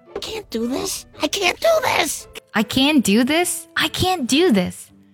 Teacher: 这里呢可以听到字母 T 呢在这个句当中都有被省掉了